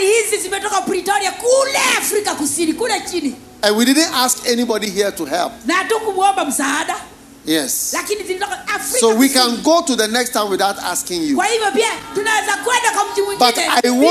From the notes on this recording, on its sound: Preached at the Healing Jesus Crusade, Nyeri-Kenya, on the 2nd & 3rd December, 2022.